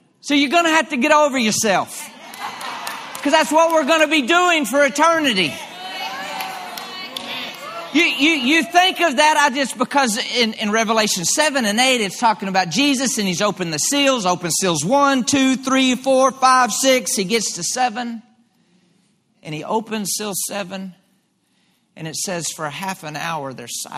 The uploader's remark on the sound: LIVE Midweek Service 6.28.23.